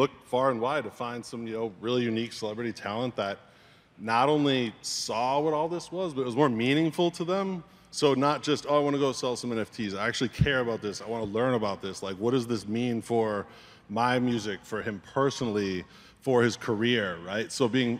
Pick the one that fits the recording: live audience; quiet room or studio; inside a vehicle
live audience